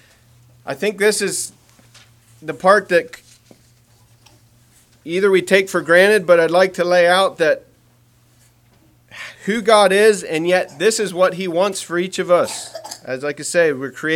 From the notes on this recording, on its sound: Message preached at Word of Hope on March 26, 2023